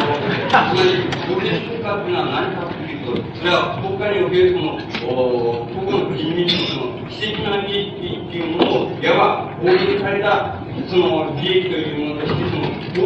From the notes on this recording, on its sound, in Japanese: 場所：中野公会堂。共産主義者同盟叛旗派の主催による 〈首都労学政治集会〉での講演。ノイズが多く、音質はよくない。